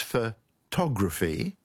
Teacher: photography, with the stress on the second syllable